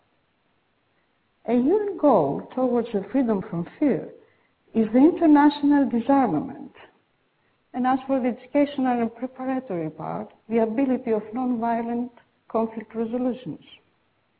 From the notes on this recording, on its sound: This is a pre-recorded program from the World Goodwill Seminar that was held on November 14, 2009 in London, UK.